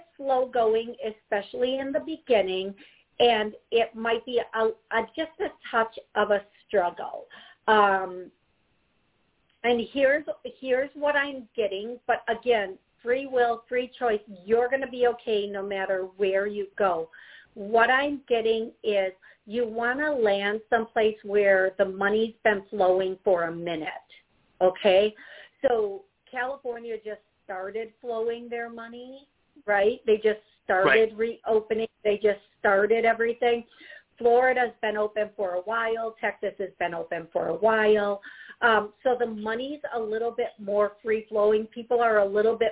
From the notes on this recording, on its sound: I will be taking callers and answering their questions live!